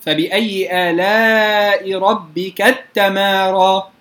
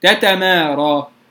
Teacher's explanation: نفك الإدغام ونبدأ كما هو على الرسم، بتاءين، الأولى مفتوحة والثانية مفتوحة أيضا · Shown in: second take